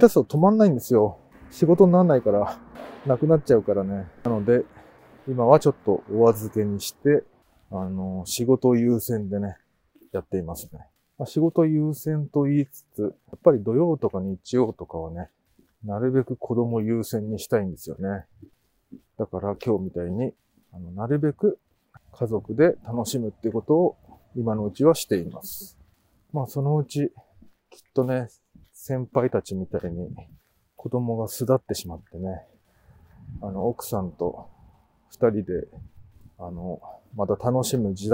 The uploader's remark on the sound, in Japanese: 冬のお散歩収録。ある日、晴れた日のお散歩収録です。